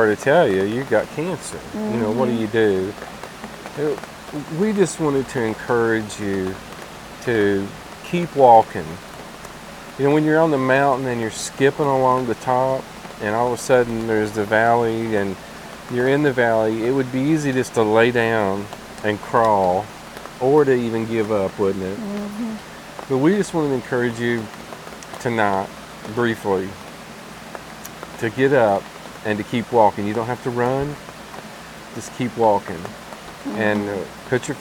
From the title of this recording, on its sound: Roamstead Campground Gatlinburg Fireside chat